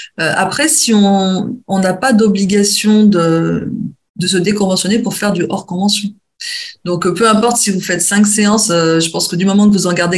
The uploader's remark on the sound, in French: a donné cette conférence en ligne dans le cadre d’un webinaire